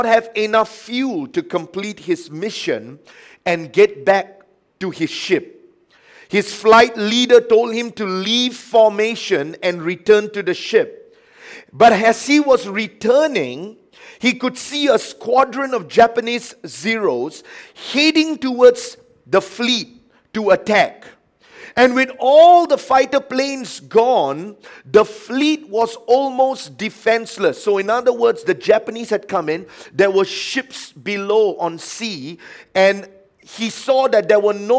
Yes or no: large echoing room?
yes